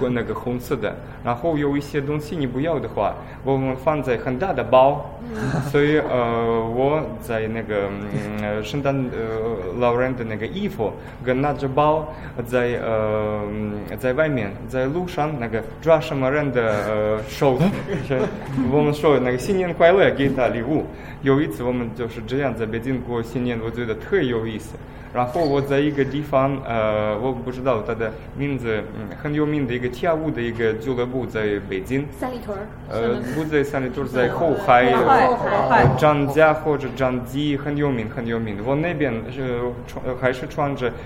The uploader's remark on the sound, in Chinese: 这次为大家播放的是莫斯科中国俱乐部活动的录音节选。在我们的俱乐部中，俄罗斯人讲汉语，中国人说俄语哦！